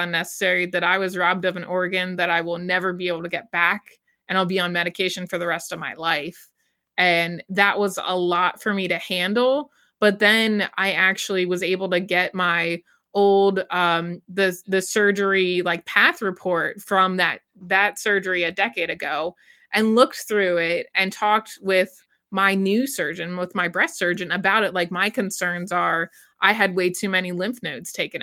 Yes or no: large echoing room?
no